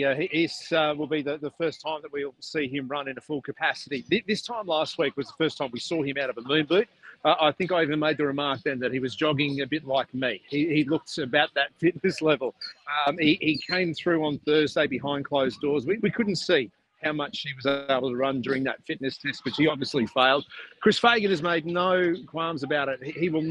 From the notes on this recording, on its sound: Live from Brisbane Lions Training.